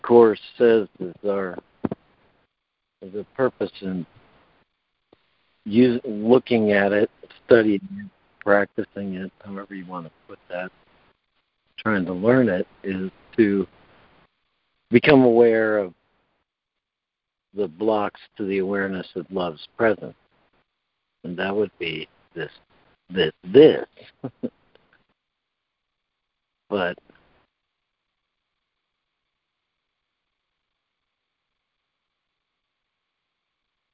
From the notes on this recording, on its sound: ACIM Daily Conference Call.